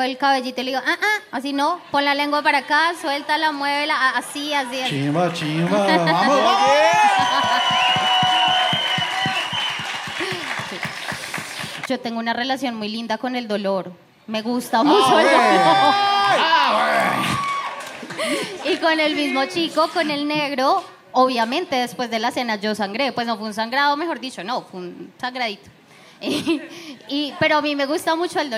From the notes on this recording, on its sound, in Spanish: Sexpedientes en vivo en Lula Shots.